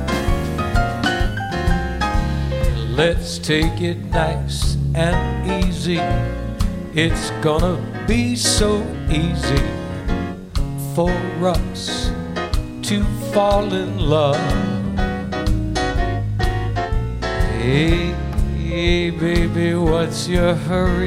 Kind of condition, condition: setting, busy venue